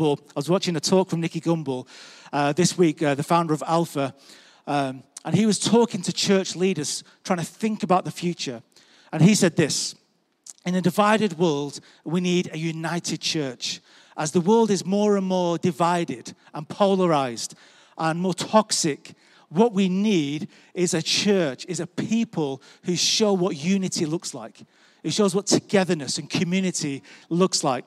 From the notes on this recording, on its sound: Recorded live at Life Church Lancashire 20th February 2021.